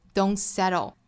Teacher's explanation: 所以美音呢这个音呢是弹舌音加上舌侧音的组合